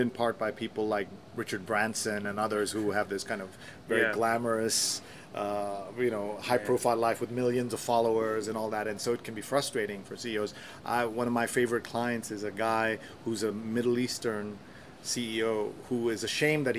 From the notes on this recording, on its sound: Recorded at the PRAXIS7 conference in Hyderabad